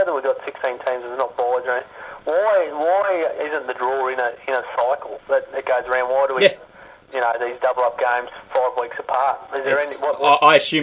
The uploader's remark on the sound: on the phone